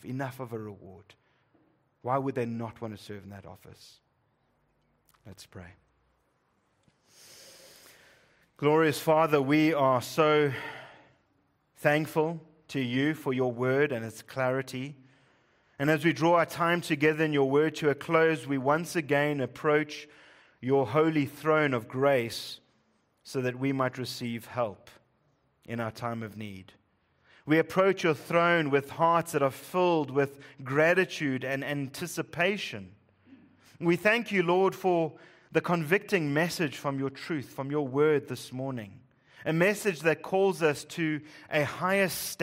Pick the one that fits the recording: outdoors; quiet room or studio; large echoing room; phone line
large echoing room